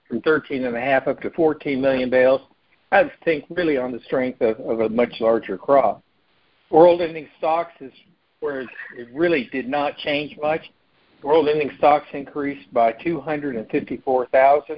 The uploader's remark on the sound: Monthly Cotton Conference Call.